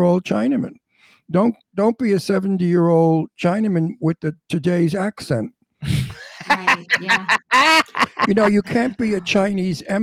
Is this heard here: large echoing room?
no